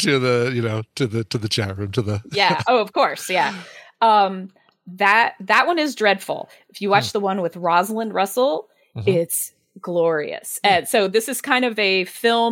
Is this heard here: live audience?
no